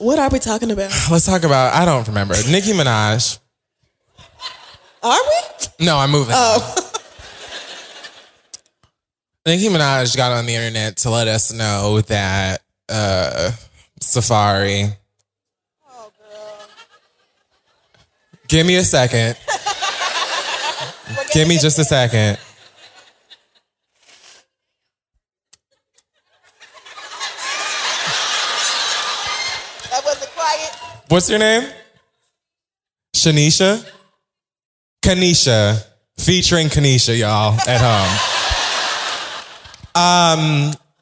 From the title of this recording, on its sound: Live from Baltimore